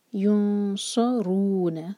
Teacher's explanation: رو پر دومہ، تو رو کو مبھر کر پڑھیں گے ہیوی، اور نہ ایک حرکہ، رو دو حرکہ، مد طبعی.